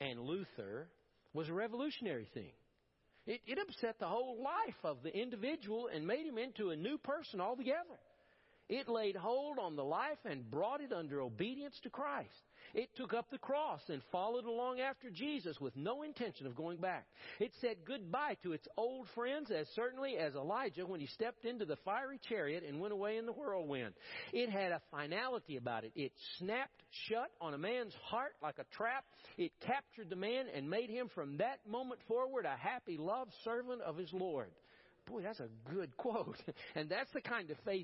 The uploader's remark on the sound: Preached at First Baptist Church of Powell.